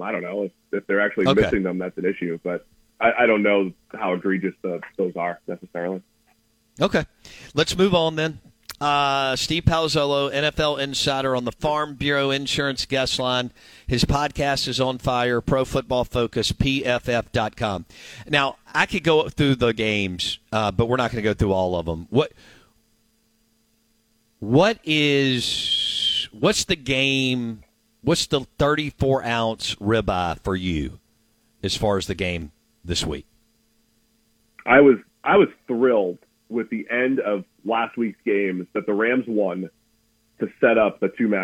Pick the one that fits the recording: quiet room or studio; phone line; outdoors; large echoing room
phone line